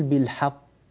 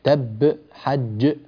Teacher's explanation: الحق حق انطباق مخرج ثم انفتاحه · Shown in: second take · Term: حروف القلقلة المشددة